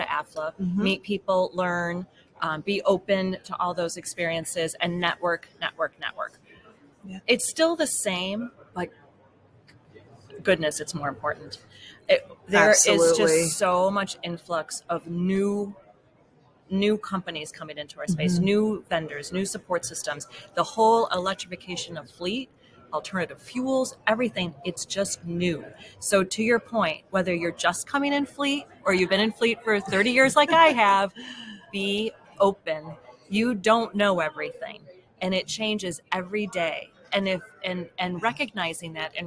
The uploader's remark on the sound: Live from NAFA. Live from the Wheels, Inc.